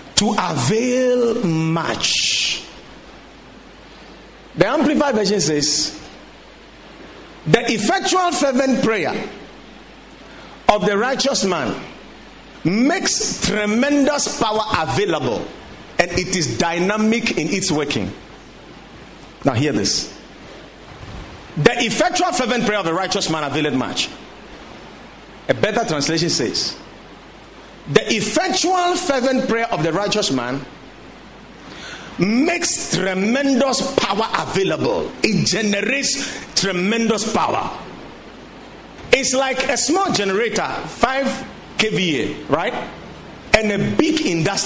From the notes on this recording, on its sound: Preached at the Watered Garden Church